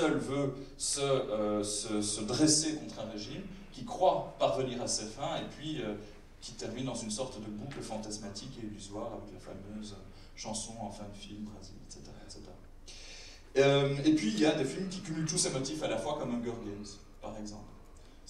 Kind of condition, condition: setting, busy venue